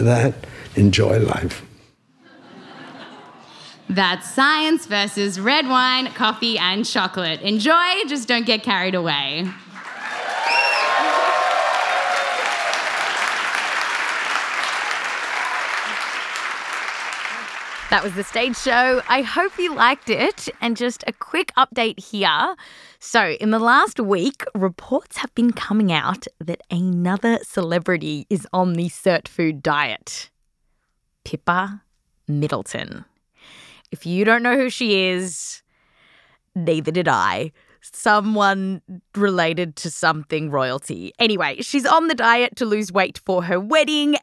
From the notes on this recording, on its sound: Explore the science live on stage, with interview clips. This show was recorded live at The Bell House.